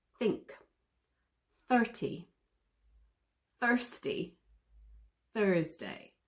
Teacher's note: So these are all aspirated. In all of those, Thursday, the air is coming out of my mouth. · Term: TH sound